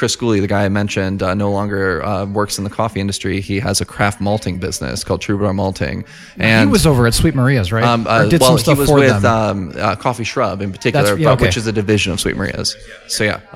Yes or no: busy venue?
yes